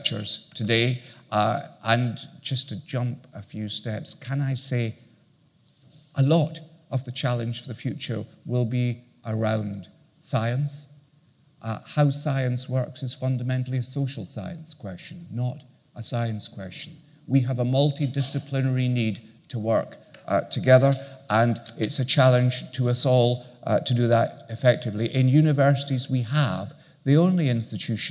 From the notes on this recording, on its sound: Keynote at SRHE Annual Research Conference 2017